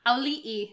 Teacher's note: another great name with that Hawaiian glottal stop in it